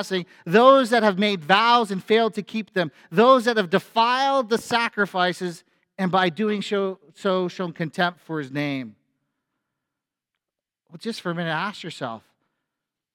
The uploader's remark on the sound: A sermon at FBC Church in Cobourg,